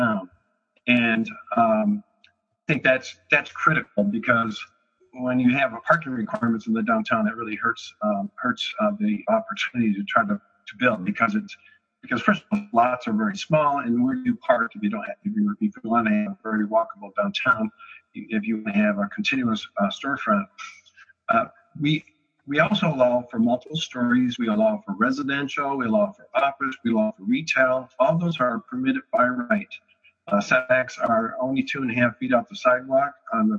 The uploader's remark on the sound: The audio from a webcast we recorded earlier this week. Traverse City, Michigan and Guelph, Ontario.